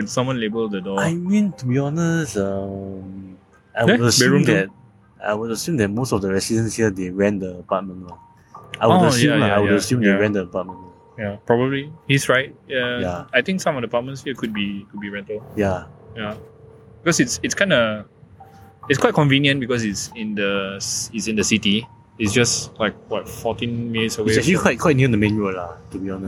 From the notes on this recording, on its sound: Recording live from the most haunted estate in Singapore during HUNGRY GHOST FESTIVAL - Spooner Road.